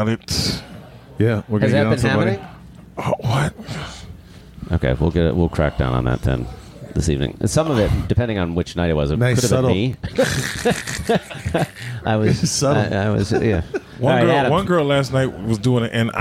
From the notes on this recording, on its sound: live from the Punchline Comedy Club